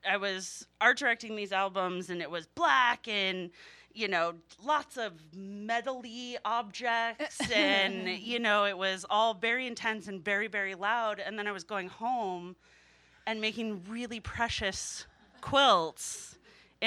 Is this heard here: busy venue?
yes